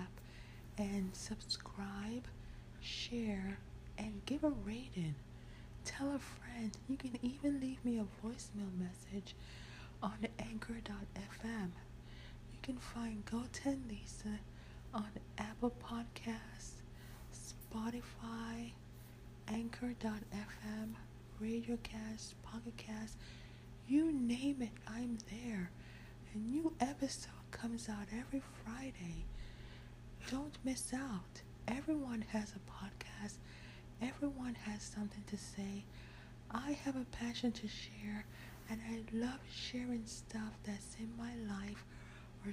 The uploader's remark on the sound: Truly amazing and wonderful to hear all the surrounding sounds. While in the neighborhood.